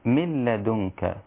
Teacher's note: من لدنك هنا ليس في غنة، ليس هناك غنة، من لدنك. من لدنك أيوة بدون إضغام بدون غنة.